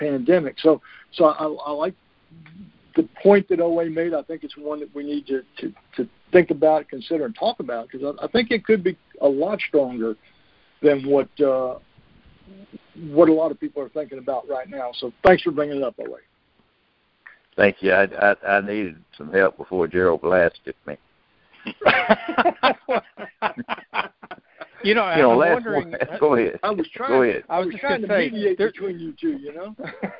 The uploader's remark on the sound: Monthly Conference Call